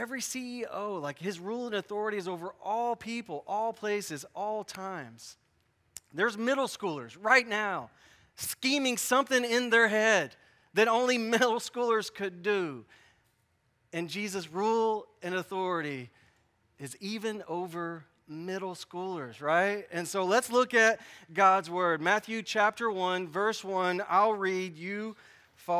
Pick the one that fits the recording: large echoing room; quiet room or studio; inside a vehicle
large echoing room